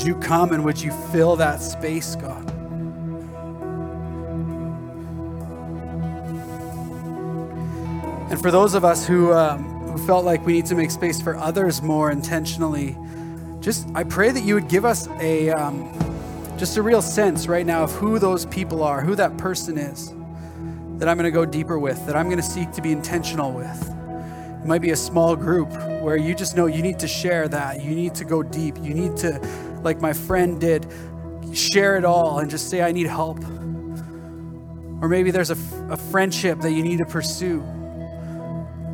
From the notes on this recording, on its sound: At our Edmonton Gathering in October at Crosspoint Church